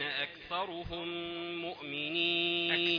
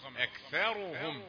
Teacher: خلي الثاء رقيقة، أكثى ثم تأتي الراء مفخمة